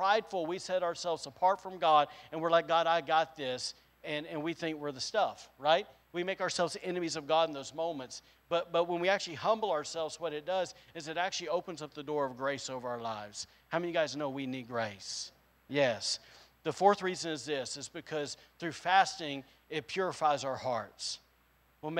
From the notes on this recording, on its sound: was recorded on Sunday, March 27th, 2022, during service at The Anchor Church in Rockport, Maine